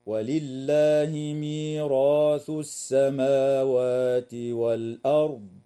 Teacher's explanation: السماوات والأرض، الراء في كلمة ميراث مفتوحة فحكمها التفخيم وصلا ووقفا، وكذلك الراء في كلمة والأرض ساكنة بعد فتحة فحكمها التفخيم أيضا وصلا ووقفا